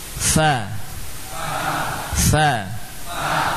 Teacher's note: Bibir bawah bagian dalam dengan dua gigi seri atas atau gigi seri atas.